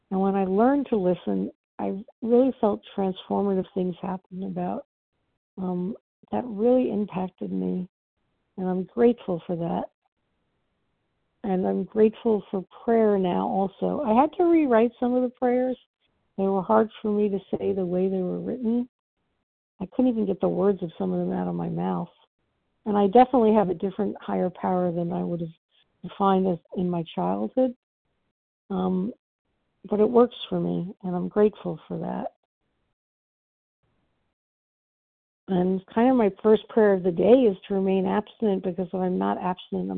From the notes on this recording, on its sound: from the 100 Pounders Phone Meeting, 2/24/23